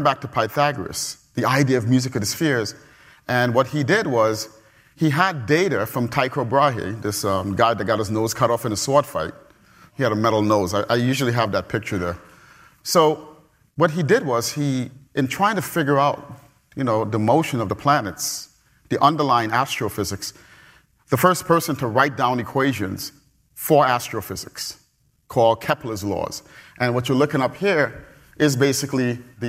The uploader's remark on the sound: Perimeter Institute Public Lectures